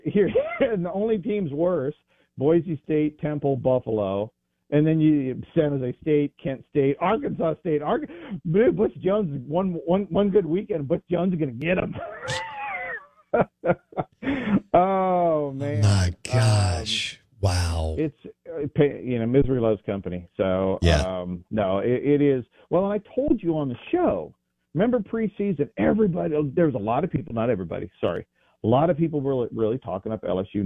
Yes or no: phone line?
yes